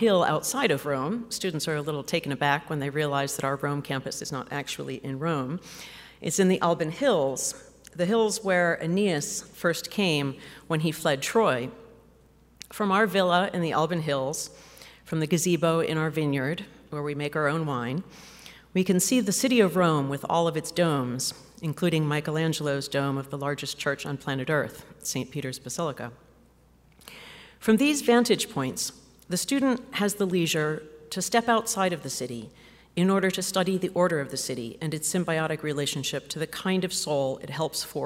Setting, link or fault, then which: setting, live audience